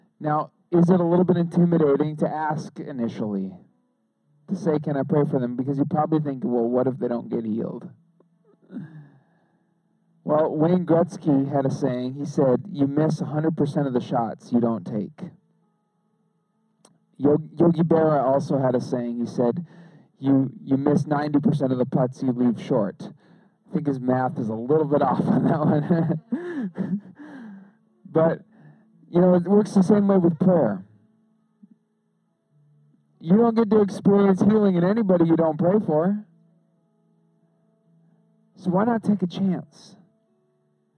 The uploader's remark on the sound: Our apologies for the low quality audio